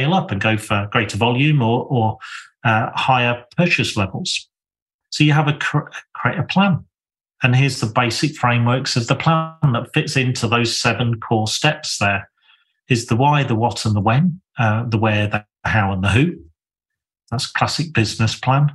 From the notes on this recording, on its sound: Excerpt taken from a webinar recorded in March 2023